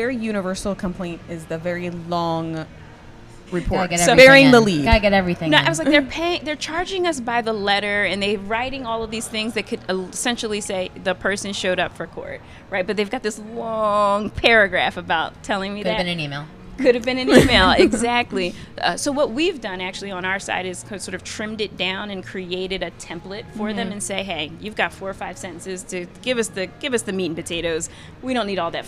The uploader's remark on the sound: Live from ClaimsXChange